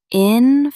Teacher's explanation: Stress the second syllable.